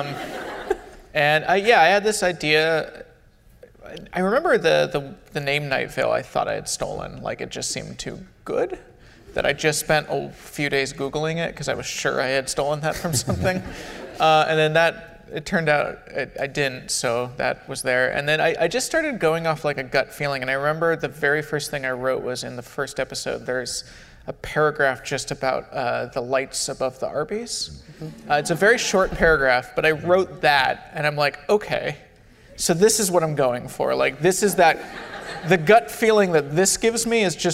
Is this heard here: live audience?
yes